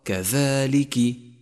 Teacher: انتبه إلى كسر الكاف فهي ليست مفتوحة، فتنبه لذلك، فمن الخطأ الشائع أن تقرأ كذلك والصواب كذلك.